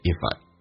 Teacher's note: If 跟 I 不被强调，用降调来发，还有连音，变成 IfI